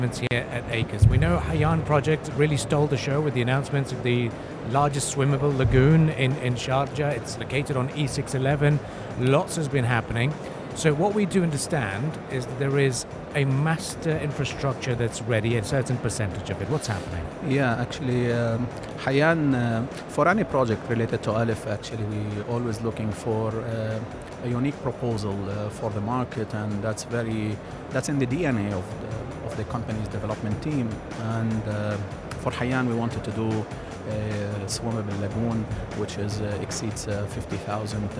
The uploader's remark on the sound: during our special live broadcast show from ACRES 2024